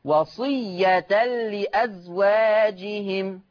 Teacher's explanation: ورش عن نافع يقرأ بضم التاء مع التنوين